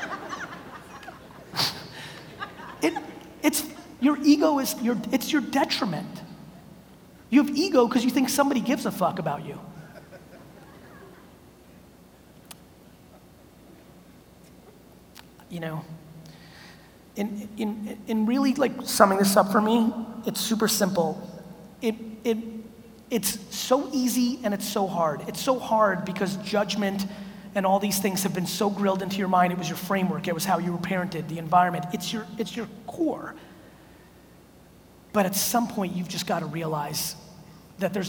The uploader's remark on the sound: A Keynote: NAC Philadelphia 2018